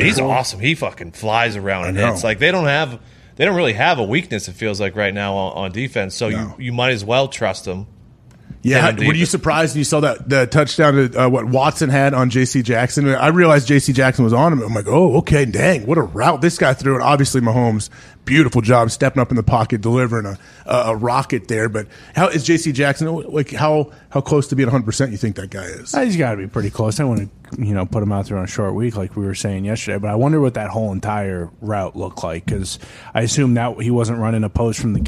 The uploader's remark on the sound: live on location in Boone, North Carolina from the set of College GameDay